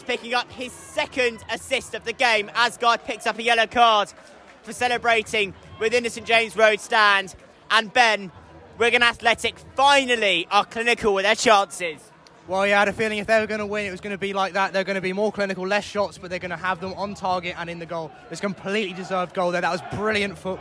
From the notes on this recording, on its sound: Live commentary. XpressionFM Sport commentary.